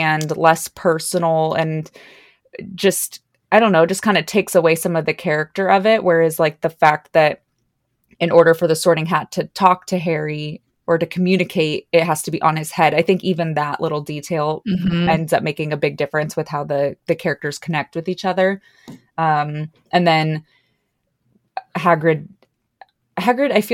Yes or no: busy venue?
no